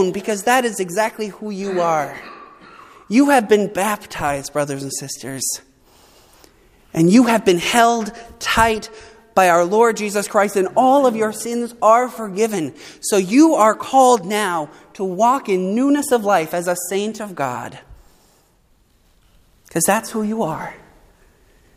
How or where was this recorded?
large echoing room